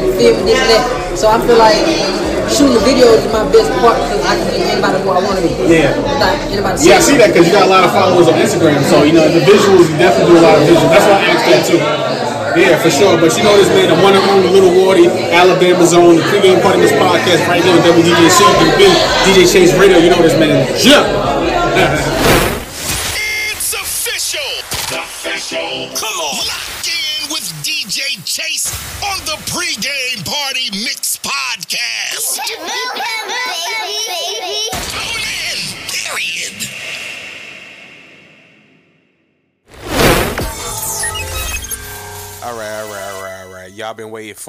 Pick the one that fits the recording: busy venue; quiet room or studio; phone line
busy venue